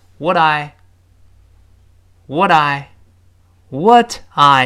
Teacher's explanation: 辅音自然就变成浊辅音了，因为声带带着一块儿都震起来了